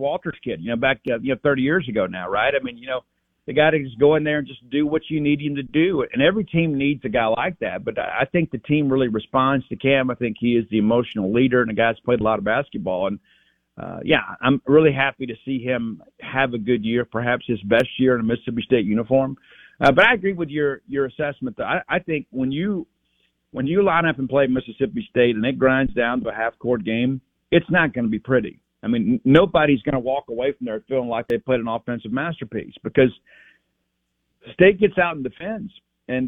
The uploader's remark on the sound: Joins the show on the Farm Bureau guest line talking all things Bulldog sports live in the BankPlus Studio.